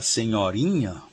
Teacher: E a sílaba anterior, que é a sílaba tônica da primitiva, que é senhora, né? Então a sílaba nho na palavra senhorinha é a sílaba subtônica